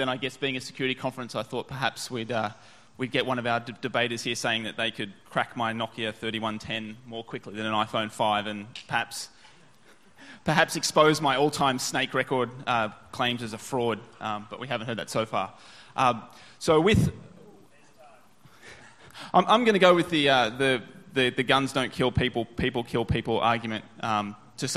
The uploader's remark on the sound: The following is a recording of the traditional closing event of the AusCERT event